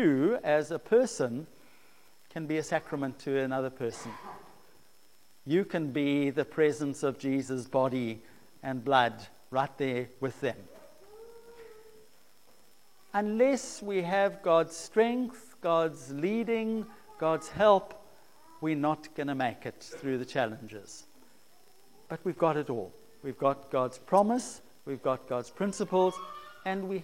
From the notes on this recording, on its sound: preached at St Marks Methodist, Cape Town